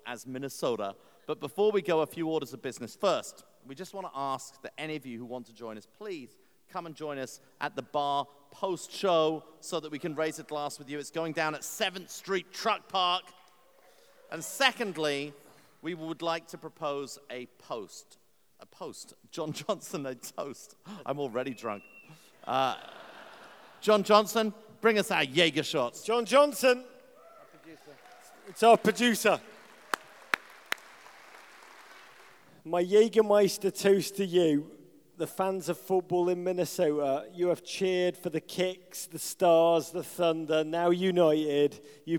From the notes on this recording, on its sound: Live in Minnesota. Celebrate the opening of Minnesota United FC's new stadium, Allianz Field.